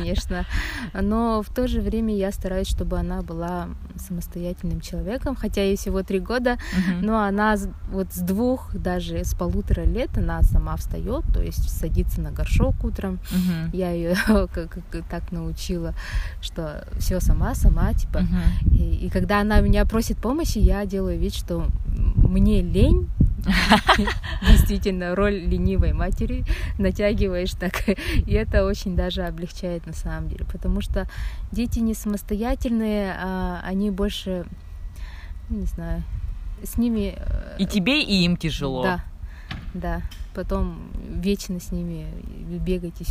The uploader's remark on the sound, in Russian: Сегодняшний выпуск наполнен кучей лишних звуков и шумов